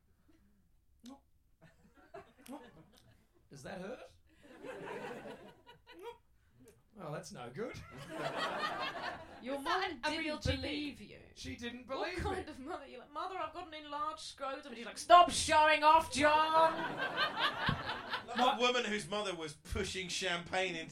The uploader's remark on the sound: Live from Ed Fringe. The Comedy Arcade is coming at you LIVE from Edinburgh Fringe! The opening night of the Edinburgh Fringe run at Underbelly Bristo Square. We are live at Edinburgh Fringe with Underbelly for the whole month of August.